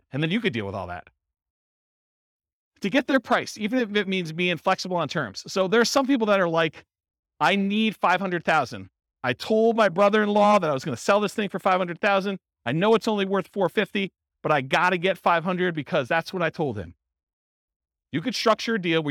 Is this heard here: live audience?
yes